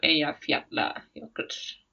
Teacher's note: the double L, for example, is like a T and an L together · So it's a voiceless version of the L. · Term: voiceless alveolar approximant